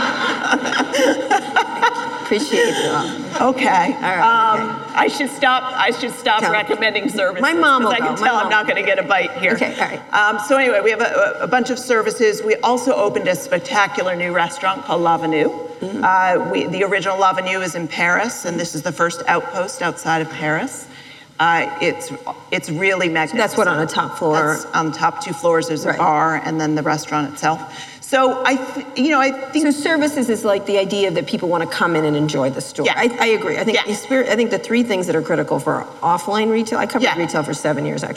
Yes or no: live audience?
yes